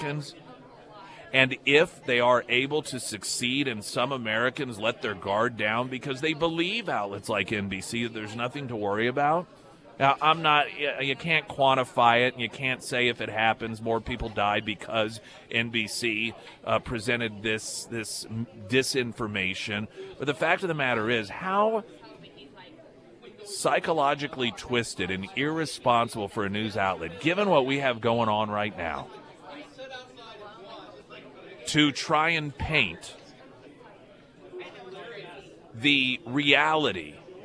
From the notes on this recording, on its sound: live at Scramblers Diner